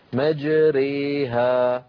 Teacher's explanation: الإمالة كما أسلفنا فيها شيء من الياء والياء إلى أسفل إي، فيتنافى التفخيم مع الإمالة.